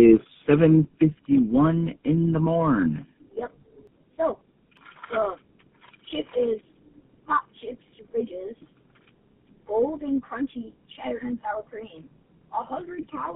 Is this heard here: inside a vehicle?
yes